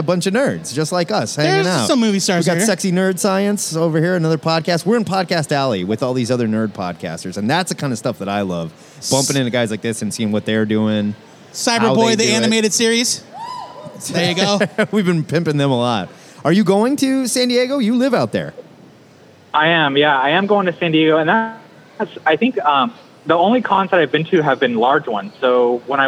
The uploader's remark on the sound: LIVE from O Comic-Con!